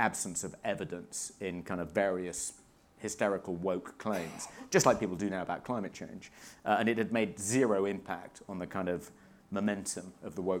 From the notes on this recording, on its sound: Weekly Sceptic Live 2. We had an amazing sold out show at Lola’s, at the Hippodrome in Leicester Square (the audio doesn’t capture the largeness of the crowd, but trust us, they were there, and they loved it). An audience Q & A, and loads more, in what was a hilarious and very special live show.